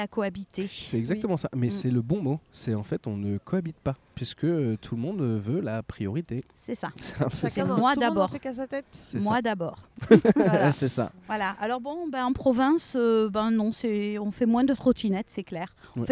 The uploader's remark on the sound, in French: À la Tour Eiffel. Le podcast sauvage est un enregistrement dans un lieu public sans demander d'autorisation. Le principe est simple : inviter des passants, des inconnus à participer avec nous.